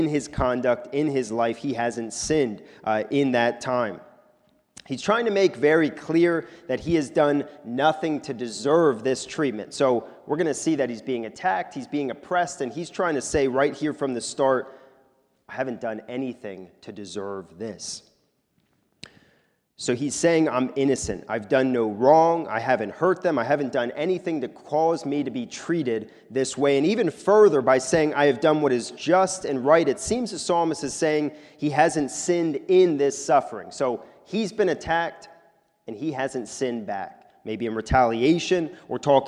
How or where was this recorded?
large echoing room